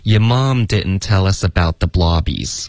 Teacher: 一般 Brooklyn 的口音都会鼻音比较重的